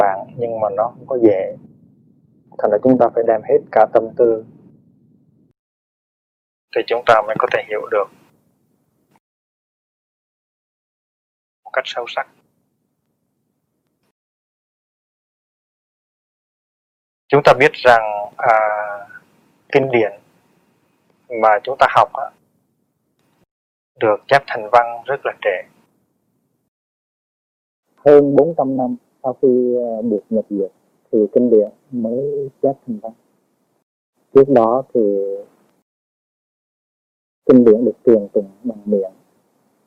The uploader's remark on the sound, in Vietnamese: Do kĩ thuật thu hình thời đó còn lạc hậu nên chất lượng âm thanh và hình ảnh khá hạn chế